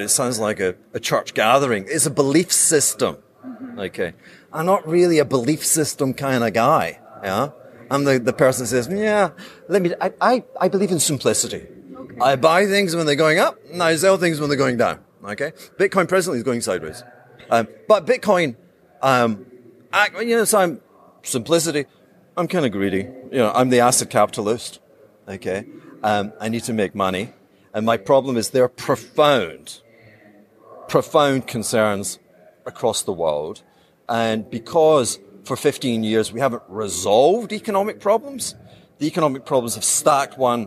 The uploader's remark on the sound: Here is a behind the scenes interview I gave at the Bitcoin conference in Amsterdam.